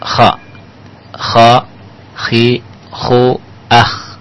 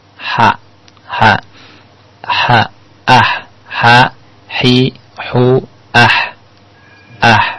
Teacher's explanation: Cuma kalau kha itu di adnal halak, kalau ha di wasatu al halak, di tengah tenggorokan. Perbedaannya kalau ha itu bersih.